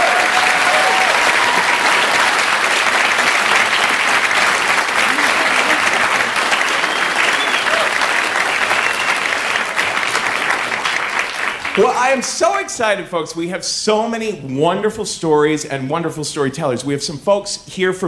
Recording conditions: live audience